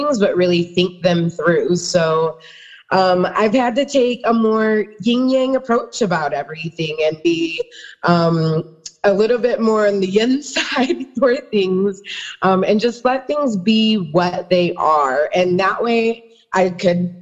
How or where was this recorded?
video call